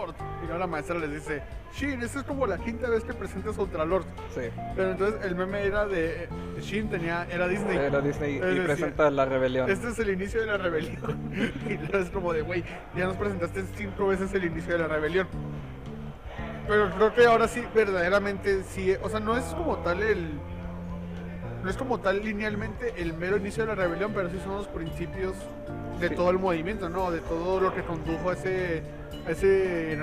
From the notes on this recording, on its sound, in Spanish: Grabado en un Carl’s Jr, afortunadamente aun nos lo permiten.